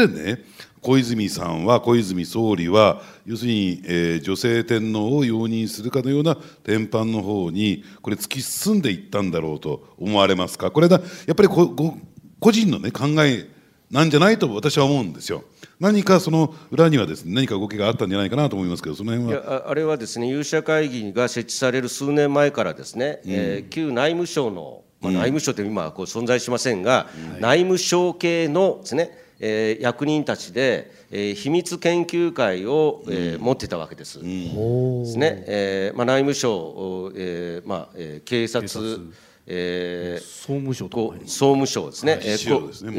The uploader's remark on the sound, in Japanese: ポッドキャスト公開収録 in 麗澤大学。